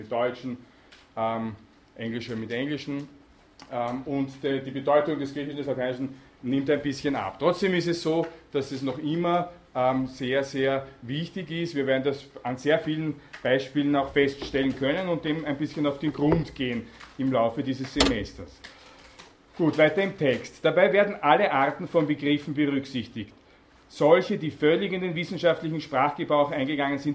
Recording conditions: large echoing room